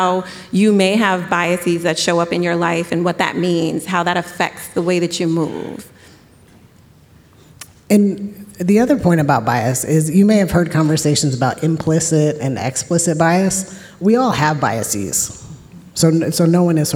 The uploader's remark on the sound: For the podcast's very first live show! Recorded before an audience of 1,200 incoming students at Southern Connecticut State University in New Haven. Plus, we take live questions from our engaged audience!